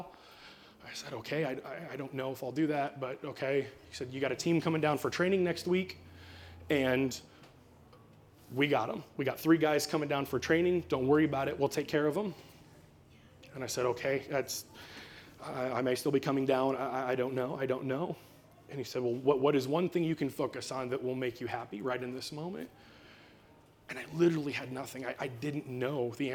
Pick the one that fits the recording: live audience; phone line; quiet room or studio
live audience